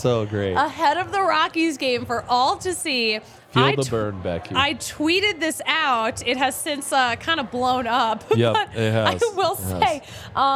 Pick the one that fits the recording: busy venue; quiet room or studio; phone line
busy venue